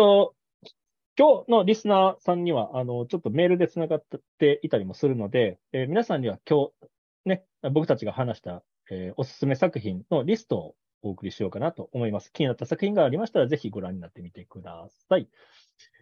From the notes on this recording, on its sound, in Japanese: Zoomで1年くらい月イチで開催してきた企画。企画の形態はそのままに、収録したものを一部編集してお送りします。